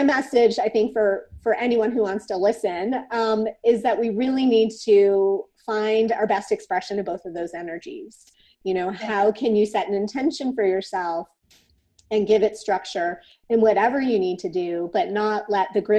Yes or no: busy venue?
no